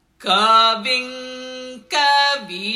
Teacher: When the anuswara im precedes any of the gutturals, that is ka, kha, ga, gha, or nga, it must be pronounced as ing.